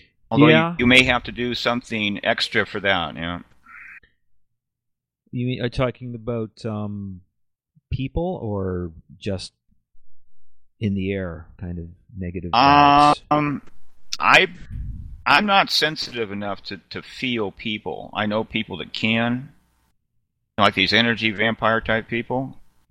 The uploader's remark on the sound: The audio uses Voice Recognition tech which explains why it sounds a bit off at times